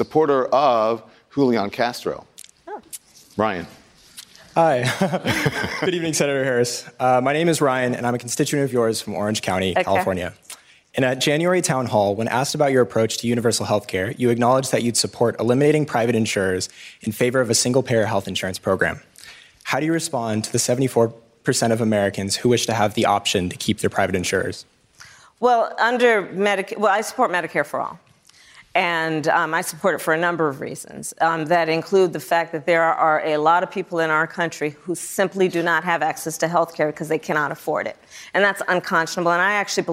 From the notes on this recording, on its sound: Answers questions from students and young New Hampshire Democrats during a live town hall. At Saint Anselm College in New Hampshire.